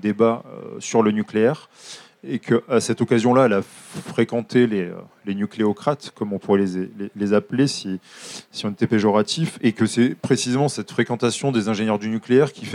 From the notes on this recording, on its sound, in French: Conférence enregistrée en public à la REcyclerie, en partenariat avec le média Futura.